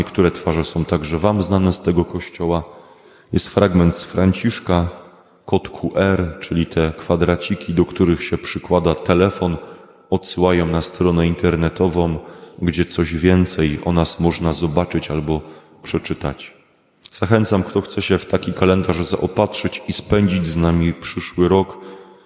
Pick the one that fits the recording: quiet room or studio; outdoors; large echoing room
large echoing room